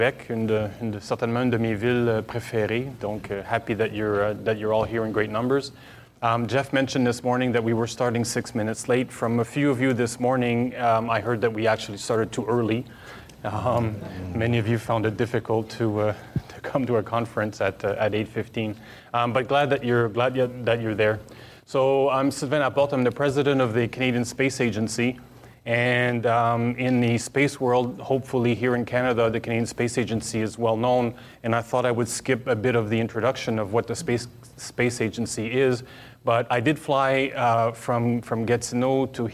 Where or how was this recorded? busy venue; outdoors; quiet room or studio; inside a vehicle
busy venue